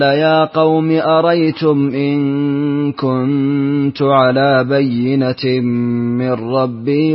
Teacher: الكسائي يحذف الهمزة الثانية